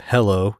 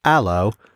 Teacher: you get rid of the H, you add an ah sound · Shown in: second take